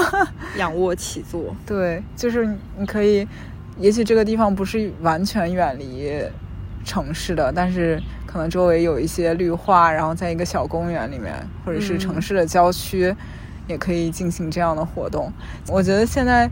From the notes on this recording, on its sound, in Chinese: 这是一期接地气的播客（字面意思），我们来到郊野公园席地而坐录制这期博客。在露营帐篷的包围圈里聊露营。